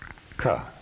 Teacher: The hard or unvoiced consonant, which is also unaspirated, is ka. · Term: hard unaspirated